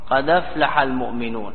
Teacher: فلذلك قيل قد أفلح المؤمنون، هكذا قرأ ورش، قد أفلح المؤمنون بنقل حركة الهمزة إلى الساكن قبلها ثم إسقاط